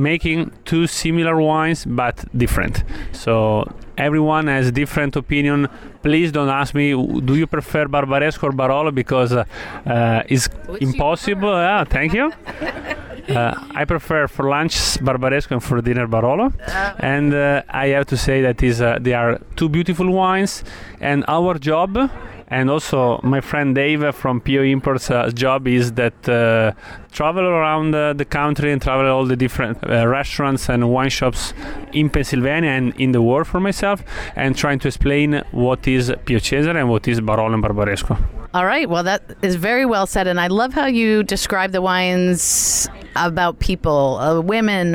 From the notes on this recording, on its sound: at the 2014 Hershey Food & Wine Festival